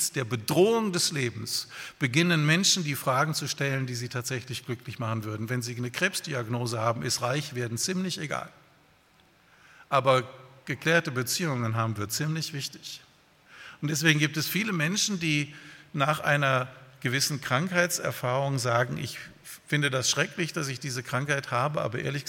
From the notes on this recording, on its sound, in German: bei einer Veranstaltung der Liebenzeller Mission